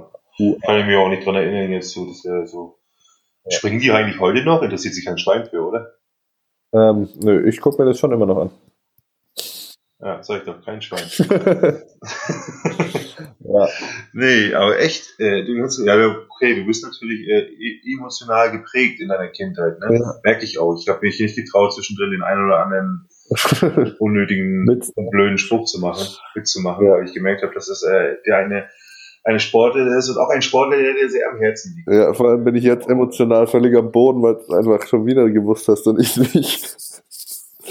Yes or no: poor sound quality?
yes